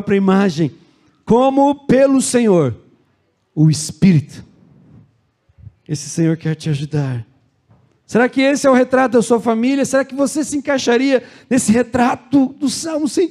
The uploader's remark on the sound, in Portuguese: Culto de Celebração. Na Igreja ABA Curitiba (Transmitido ao vivo).